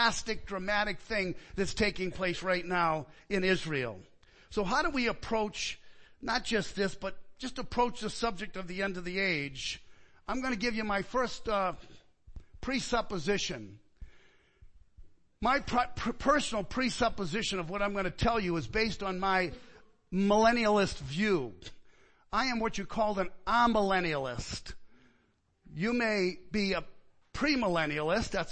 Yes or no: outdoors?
no